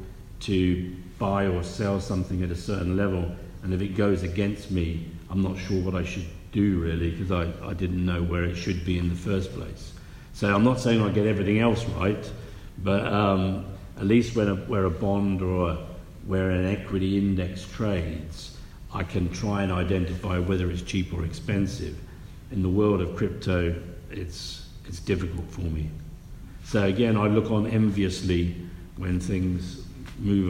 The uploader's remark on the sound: A live conversation in Frankfurt, recorded at the inaugural Alternative Investment Congress, staged by Capinside.